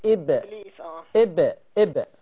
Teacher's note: قلقلة الباء ما تكتميهاش